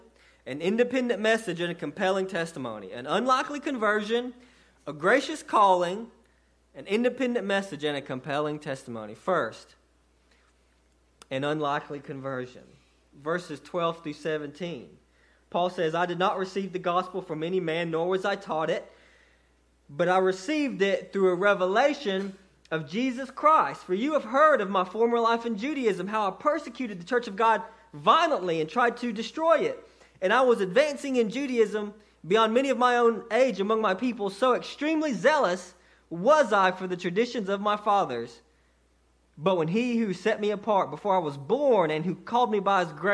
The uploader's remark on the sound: sermon delivered to Cottondale Baptist Church on 2/4/18 during the 11:00am service